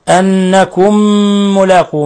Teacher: ميم ساكنة مع ميم متحركة، أضغمنا الميم الأولى في الميم الثانية، فصار عندنا هذا الإضغام، إضغام مثلين صغير.